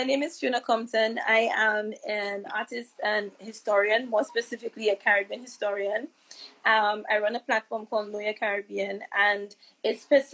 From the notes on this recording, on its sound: live Instagram interview